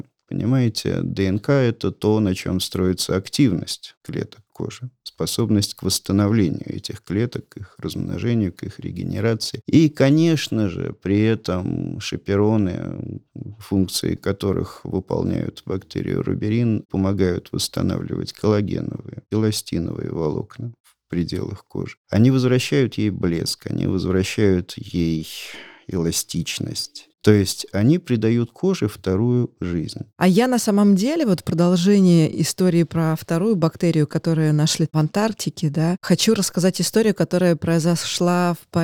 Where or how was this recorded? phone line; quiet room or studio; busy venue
quiet room or studio